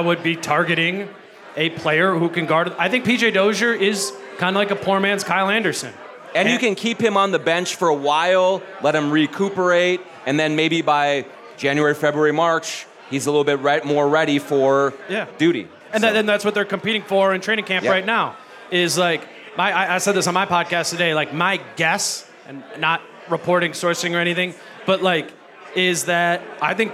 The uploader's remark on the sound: At a PACKED Headflyer Brewing. Answer audience questions in front of a large crowd at Headflyer Brewing.